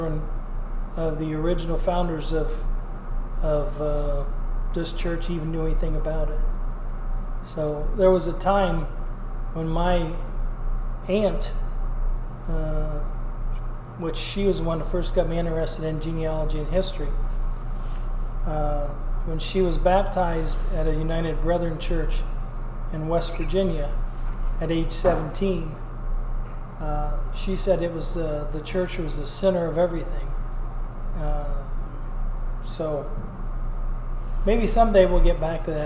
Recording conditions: echo